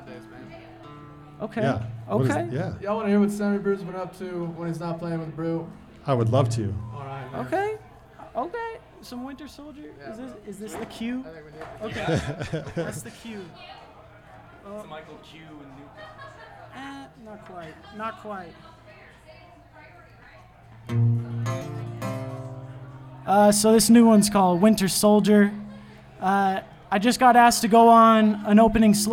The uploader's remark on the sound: Van Sessions at The Monarch. Ogden's First Friday Art Stroll. A LIVE studio audience recording. Thanks to everyone who came out to the live show! The Monarch Building in Ogden, Utah.